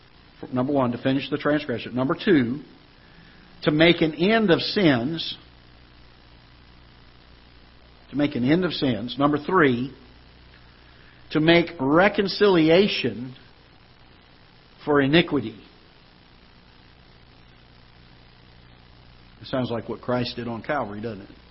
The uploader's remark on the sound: Ketha Heights Baptist Church ~ Live Broadcast